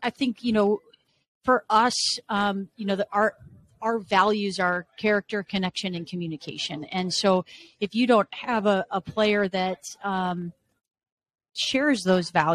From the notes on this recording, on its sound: Live on Podcast Row at the United Soccer Coaches Convention in Kansas City, 2022.